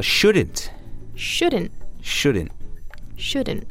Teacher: It's kind of like an N sound. You don't really hear the T.